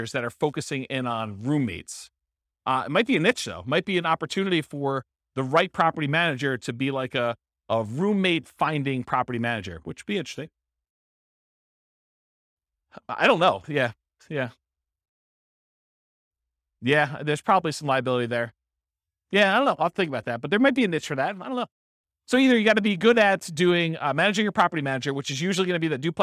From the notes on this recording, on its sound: This was a live class recorded